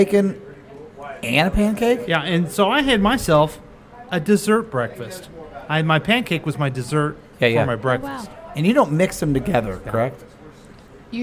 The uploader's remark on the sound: Live from The Lakewood Local